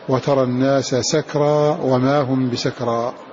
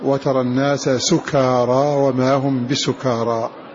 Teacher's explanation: فتح السين وإسكان الكاف دون ألف بعدها · Shown in: first take